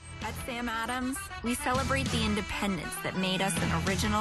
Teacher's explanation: narrated by a young woman who has some amount of creak or fry in her voice